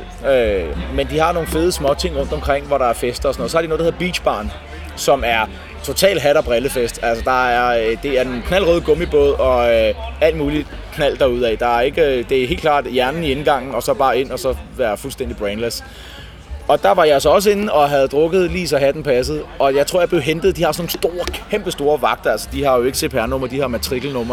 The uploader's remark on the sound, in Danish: optaget i backstage-området på Nibe Festival i 2013